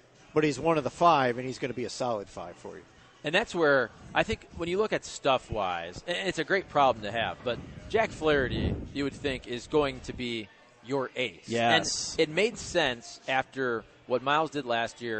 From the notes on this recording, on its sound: broadcasting live from Hot Shots in Saint Charles